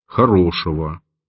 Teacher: в родительном падеже единственного числа местоимений и прилагательных «г» заменяет звуком «в»